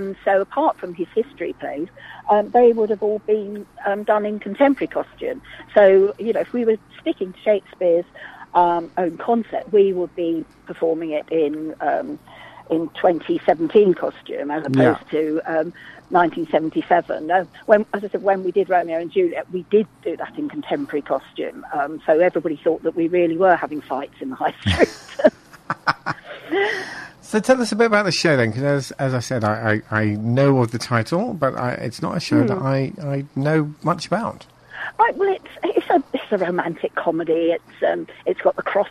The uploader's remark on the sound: Joined on the phone.